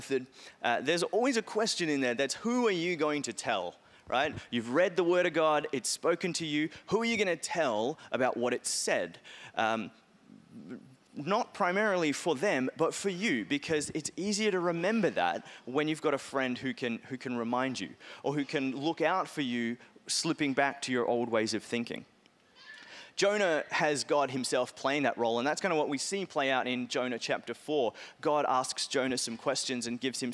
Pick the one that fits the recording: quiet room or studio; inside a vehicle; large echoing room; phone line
large echoing room